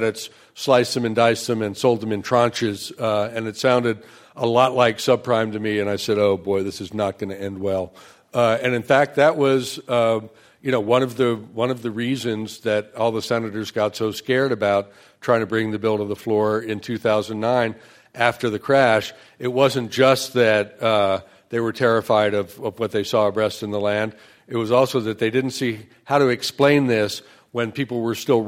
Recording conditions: live audience